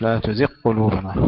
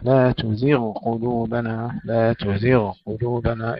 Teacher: إظهار الغين مع رخاوتها وتفخيمها · Shown in: second take